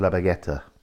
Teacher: Then we have in the centre of the island one worth picking out, if only to make the point that these tend to sound more like B's here. It's a soft B sound where you see a V at the start of a word